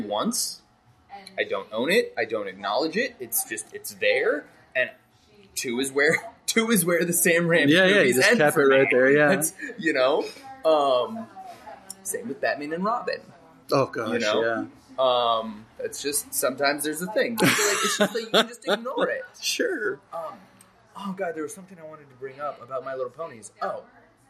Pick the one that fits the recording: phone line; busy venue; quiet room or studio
busy venue